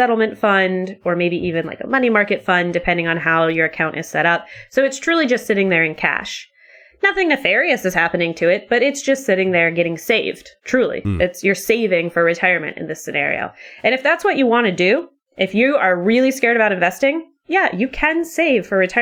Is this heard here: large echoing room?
no